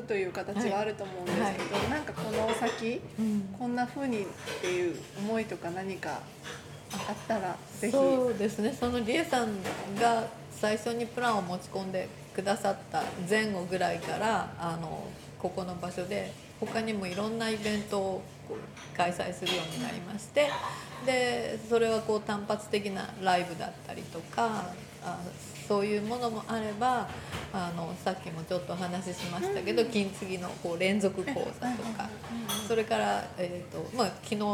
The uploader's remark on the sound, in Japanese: 甲府のカフェ・キュイエールより公開収録。ソロライヴをさせて頂いた甲府市のカフェ・キュイエールでのライヴ中に行った公開収録の模様をお届け致します。